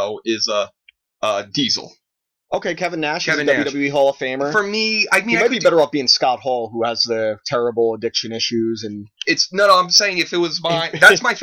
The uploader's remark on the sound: Audio issues plagued this episode so we salvaged the best we can.